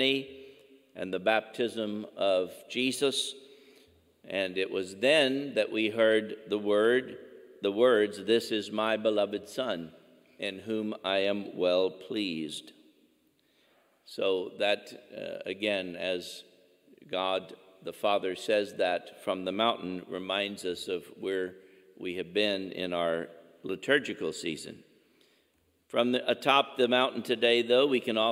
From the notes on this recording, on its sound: Angela Merici Catholic Church in Missouri City, Texas in the Archdiocese of Galveston-Houston.